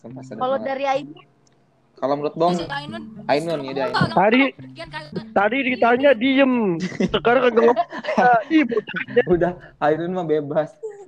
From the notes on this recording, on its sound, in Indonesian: Sorry kali audionya kurang Clean karna kita buat dirumah masih masing selama masa Pandemic ini